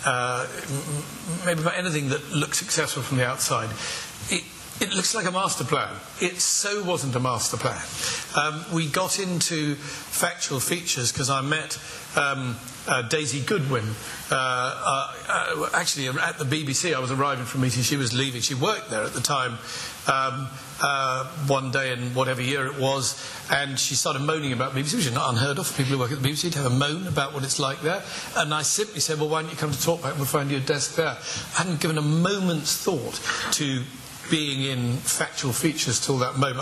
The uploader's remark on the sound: Recorded Live At Belfast Media Festival.